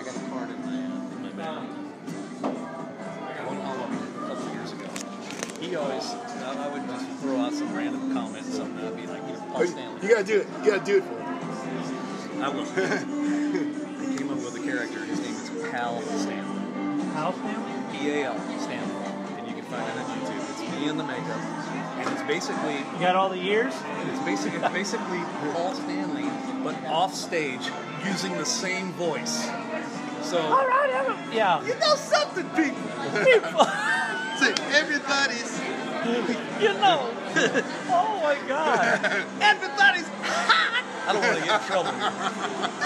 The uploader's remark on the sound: A podcast recorded before the … Show at The Canyon In Santa Clarita